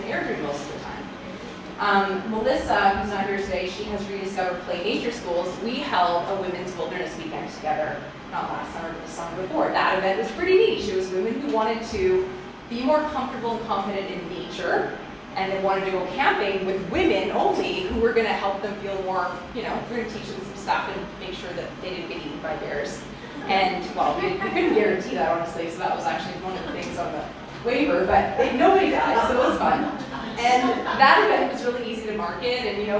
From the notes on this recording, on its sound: This episode is a recording from our February 2024 In-Person Event held in Calgary, Alberta.